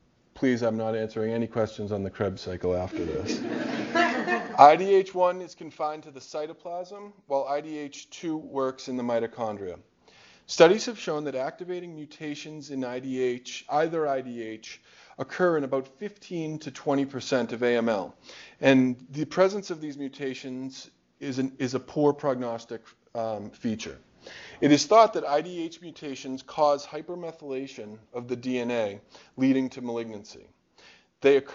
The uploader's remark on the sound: Norris Cotton Cancer Center Grand Rounds